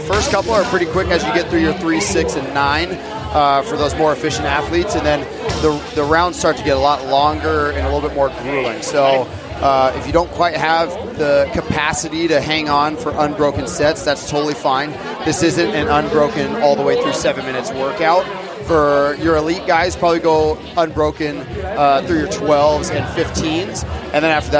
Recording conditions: busy venue